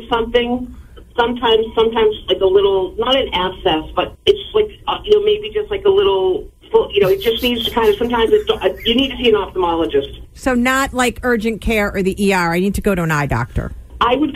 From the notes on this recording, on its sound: Called.